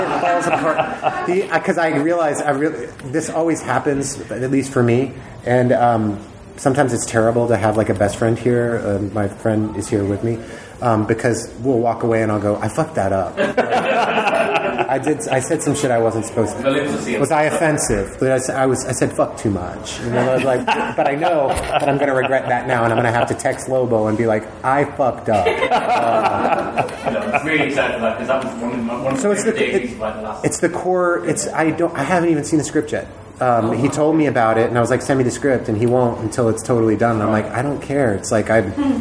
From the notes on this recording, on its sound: 666 Grimmfest Interviews Part 4. The feature lengh on stage chat. Grimmfest October 2022 was such a fun experience.